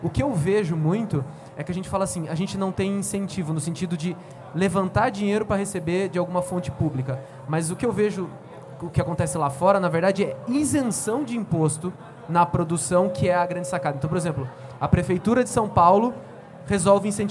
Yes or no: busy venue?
yes